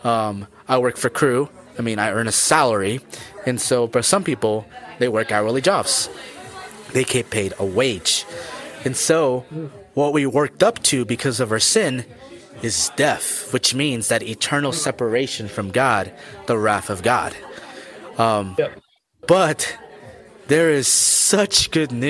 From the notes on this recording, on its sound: Recorded this episode from a coffee shop, so you will hear background noise on his end. Special thanks to Frost Coffee and Tea in Lee's Summit, MO for allowing the use of their space to record the episode.